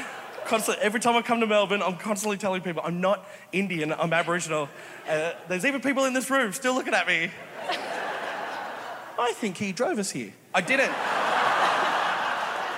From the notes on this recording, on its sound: A Rational Fear — LIVE — Melbourne Comedy Festival 2022. Thrilled to bring you the A Rational Fear LIVE show we did last month at the Melbourne International Comedy Festival. This is a podcast recording I'm sorry. She's waving by the sound desk.